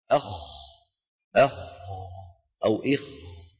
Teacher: في السكون هناك فراغ معين يملأ الفم أقل من المضموم وأكثر من المكسور · Term: الساكن